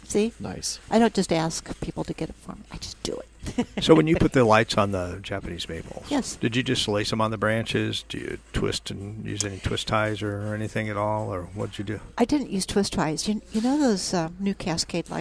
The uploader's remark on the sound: Live at Prairie Gardens